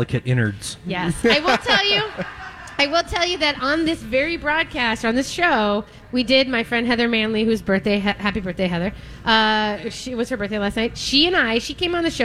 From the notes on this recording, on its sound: live from Mallards Restaurant & Lounge today!